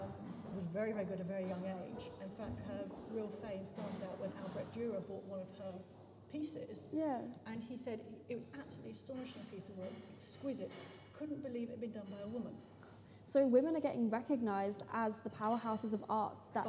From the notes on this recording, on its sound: This podcast was recorded on-site with guests at the museum looking at the Tudor art.